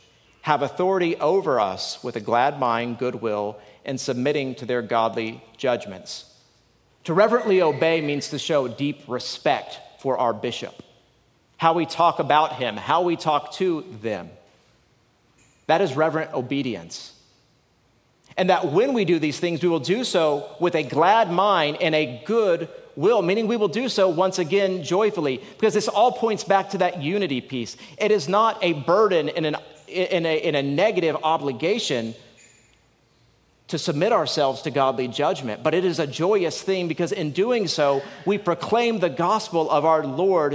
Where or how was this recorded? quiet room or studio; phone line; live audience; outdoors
live audience